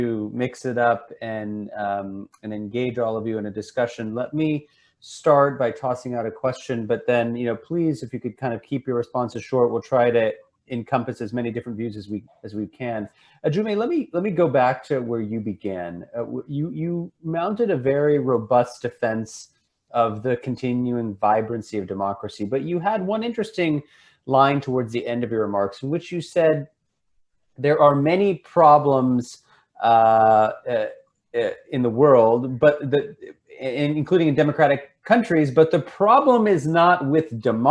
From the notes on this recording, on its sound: This episode is the audio version of a live online session from #JLFColorado2020.